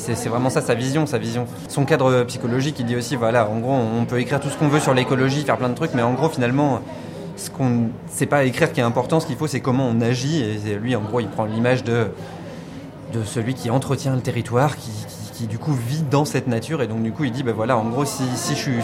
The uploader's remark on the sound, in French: nous sommes allés lever le coude à Rennes